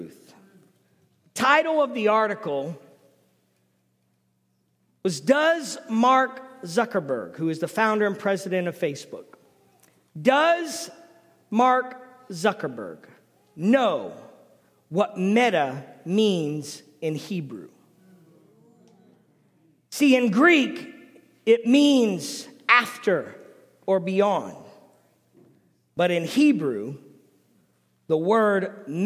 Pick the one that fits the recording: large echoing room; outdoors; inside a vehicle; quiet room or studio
large echoing room